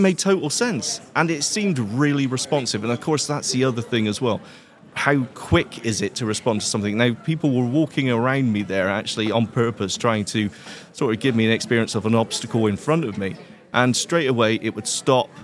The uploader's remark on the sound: live from Vienna at the Zero Project Conference